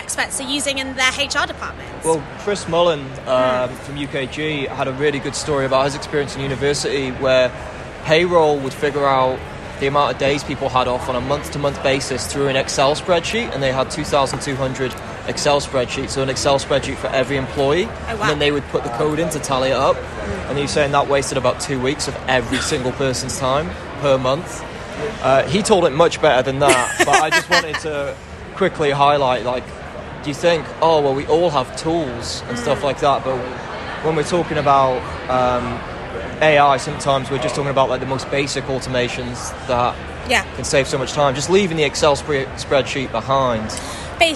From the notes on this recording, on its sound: Live from the show in Las Vegas, looking at the sessions, themes and expo atmosphere through a future of work lens.